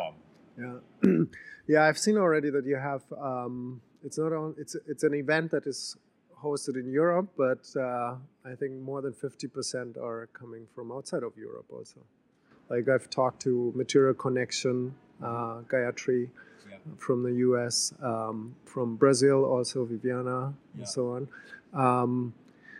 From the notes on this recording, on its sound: Live from the Hotspot of BioEconomy. The renowned World Bio Markets conference in The Hague. Live impressions from the conference.